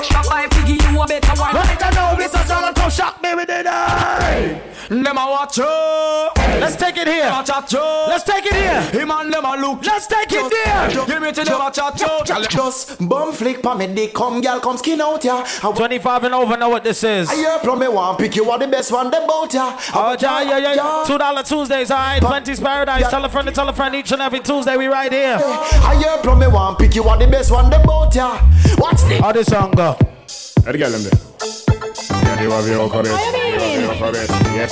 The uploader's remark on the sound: LIVE At 2uesdaze New Years Day